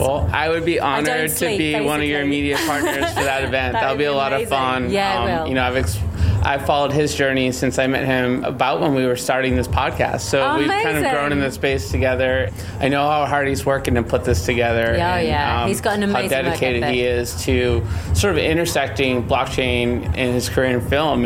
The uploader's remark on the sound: quick catch-up interview at the Veecon 2023